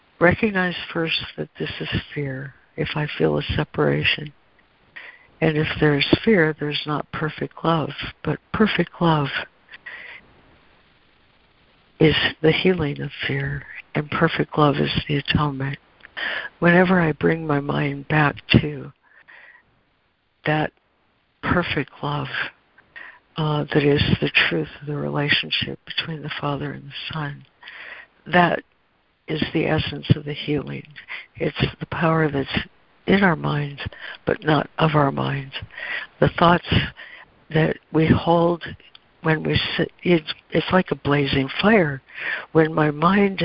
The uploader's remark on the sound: ACIM Daily Conference Call.